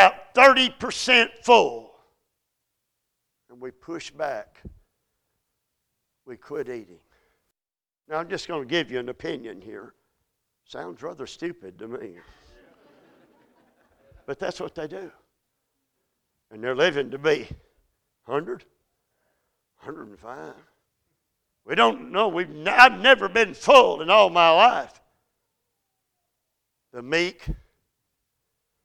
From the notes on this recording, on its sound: A message series preached at Crossroads Baptist Church by Dr.